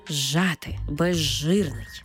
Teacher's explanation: У словах «зжати» та «безжирний», де «з» – свистячий, «ж» – шиплячий, разом ми їх читаємо як «ж». Тобто «з» перетворюється на «ж» і маємо цей подовжений звук «ж»